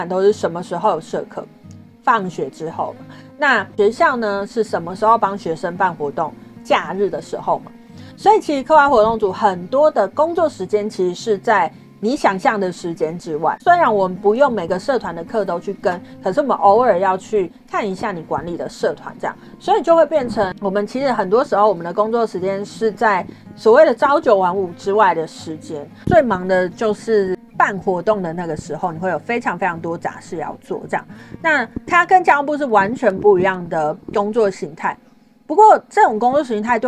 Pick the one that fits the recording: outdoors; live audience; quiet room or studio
outdoors